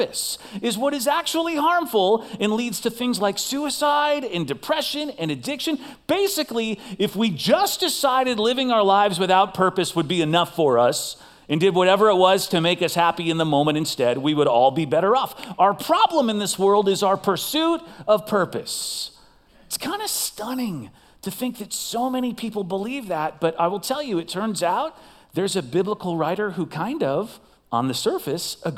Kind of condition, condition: setting, large echoing room